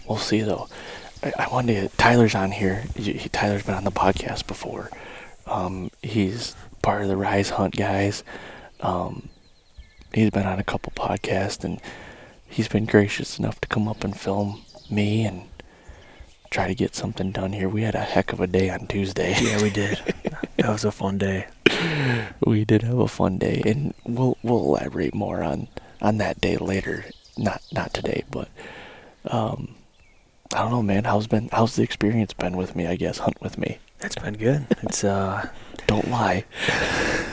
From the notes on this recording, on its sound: This weeks podcast was recorded 4 days ago on a morning Turkey hunt